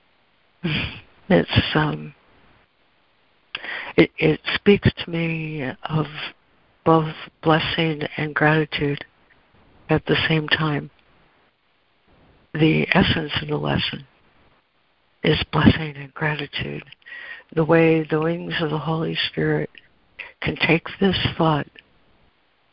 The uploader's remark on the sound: ACIM Daily Conference Call